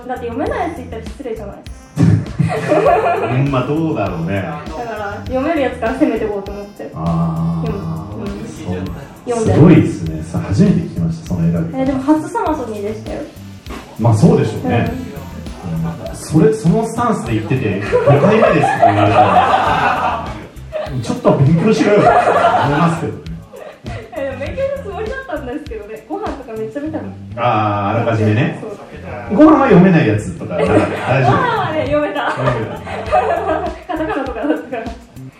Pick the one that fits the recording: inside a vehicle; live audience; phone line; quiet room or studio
live audience